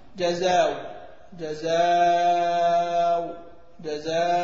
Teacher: لنا على الواو ان ابدلها واو خالصه